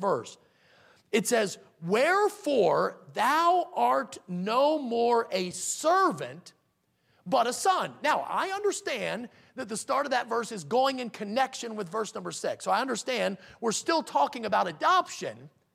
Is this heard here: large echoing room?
yes